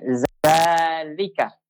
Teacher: Itu huruf lam pada dasarnya memang tipis.